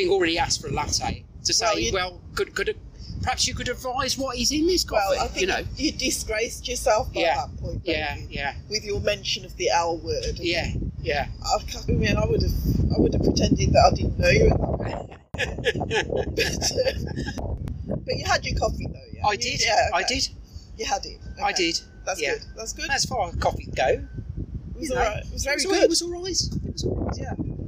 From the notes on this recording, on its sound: I'm still waiting for my better microphones so sorry about the sound!